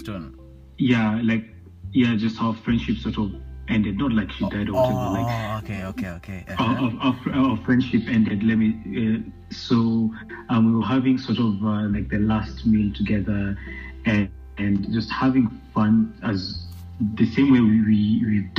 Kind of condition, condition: link, phone line